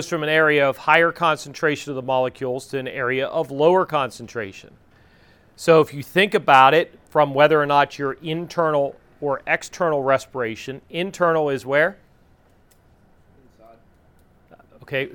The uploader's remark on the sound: This episode is the raw recording of the EMT class